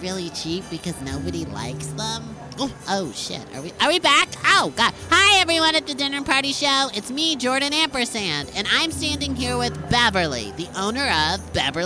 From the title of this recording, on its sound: Live from Poison Creek!